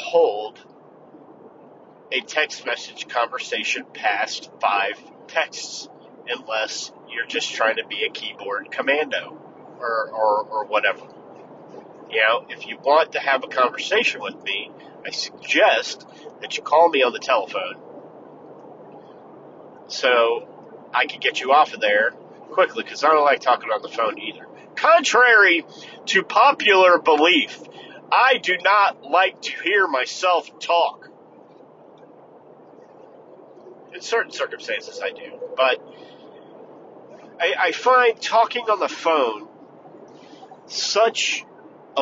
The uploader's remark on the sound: In the Car